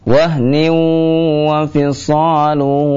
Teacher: huruf nun yang bertanwin bertemu dengan waw menjadi idgham bi gunnah